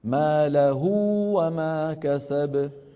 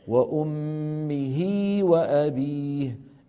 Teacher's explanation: الأولى موصولة بواو لأن الهاء مضمومة، والثانية موصولة بياء لأن الهاء مكسورة. هذه ياء بسموها ياء مردودة إلى الخلف.